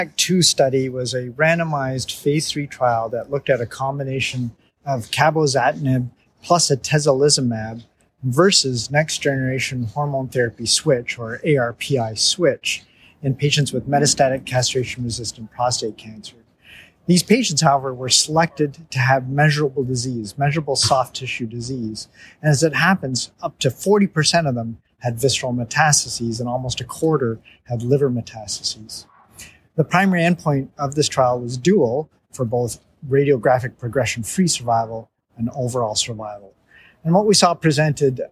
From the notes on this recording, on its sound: podcast interview live from ASCO GU24 in San Francisco